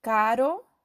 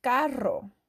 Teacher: In Spanish, this letter has a soft roll, but when doubled, it has a pretty specific, intense roll. We see this in words like caro and carro.